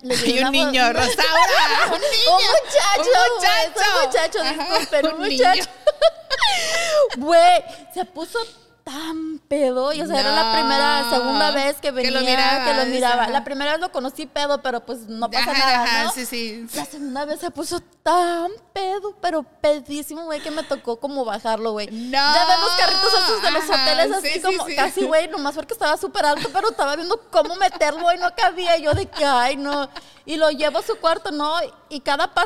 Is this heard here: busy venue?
yes